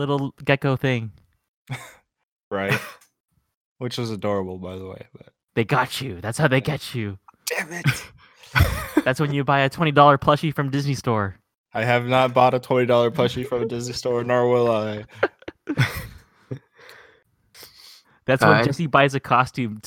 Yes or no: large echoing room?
no